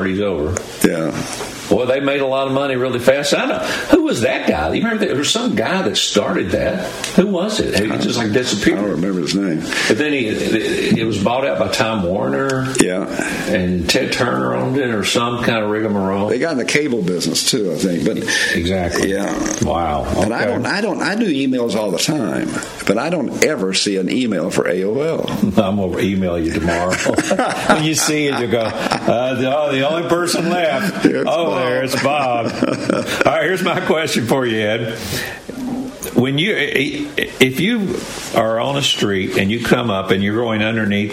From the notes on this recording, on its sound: LIVE from The Bowery in Myrtle Beach